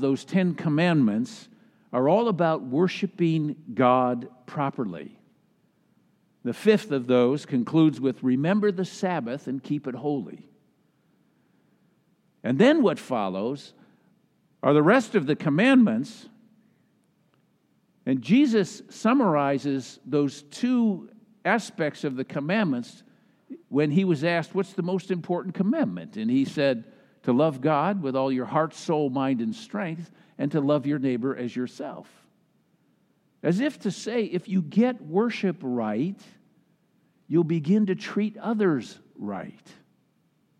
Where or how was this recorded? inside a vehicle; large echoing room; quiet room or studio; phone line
large echoing room